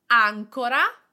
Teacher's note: ancora, the accent is on the first A, and it means ensure